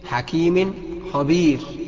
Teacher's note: على طول بتظهر النون اللي هي ناتجة عن التنوين، وبتظهر الخاء برضه، بتحقق مخرجها لوحده زي ما هنقول إن شاء الله بيطلع منين. · Term: حكم الإظهار